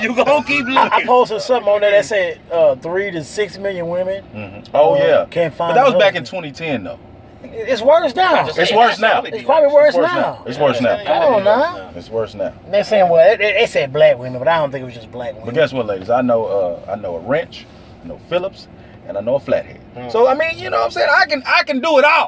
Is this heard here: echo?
no